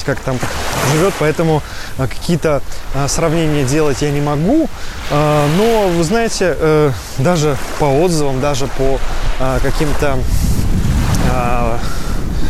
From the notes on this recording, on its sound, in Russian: Этот выпуск я записал находясь по колено в Красном море. В Египте, в Хургаде, в отеле Титаник Роял.